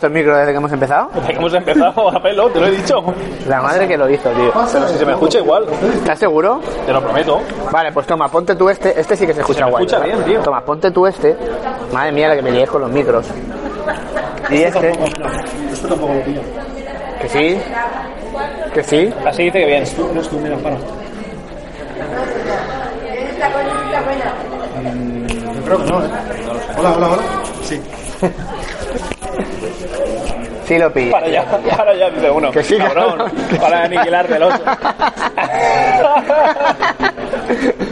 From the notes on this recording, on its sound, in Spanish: Desde el Tarantin Chiflado, reunidos para comer y dialogar en directo con todo aquel que aparezca.